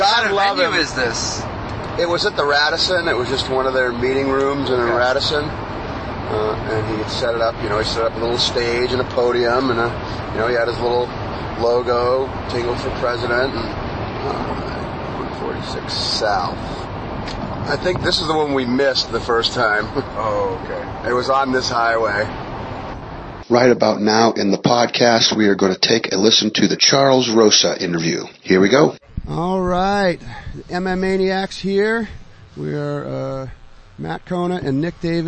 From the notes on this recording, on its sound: the carcast